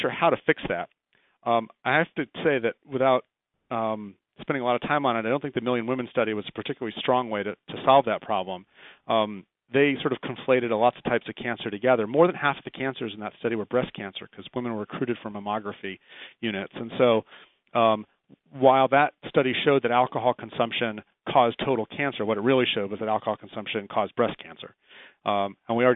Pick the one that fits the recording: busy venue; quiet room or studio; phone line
phone line